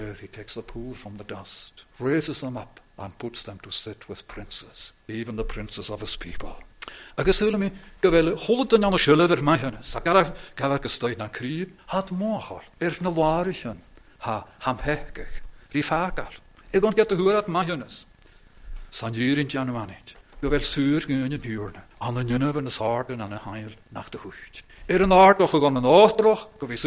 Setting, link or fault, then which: setting, large echoing room